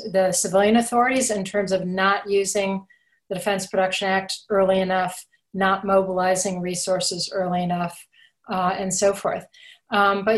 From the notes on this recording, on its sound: A virtual keynote discussion during the 2020 Future Strategy Forum.